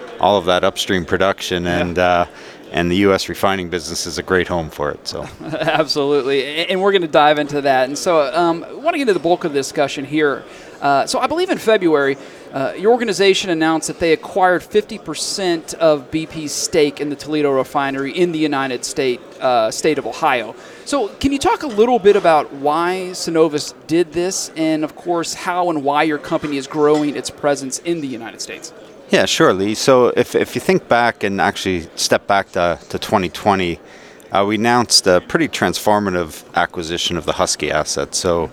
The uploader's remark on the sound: Live at AFPM. At the AFPM Annual Meeting in San Antonio, Texas.